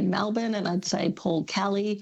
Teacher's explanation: over the last 30 years, Melbournians pronounce some E's as A's, as in Paul Kelly, Melbourne · Term: switching their vowels